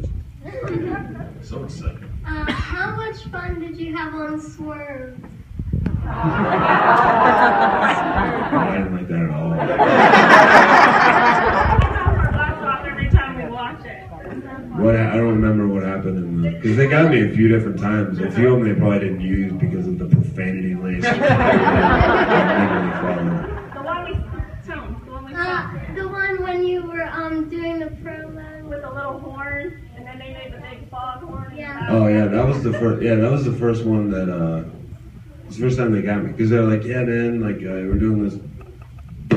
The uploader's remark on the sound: Q&A at Wizard World Pittsburgh 2015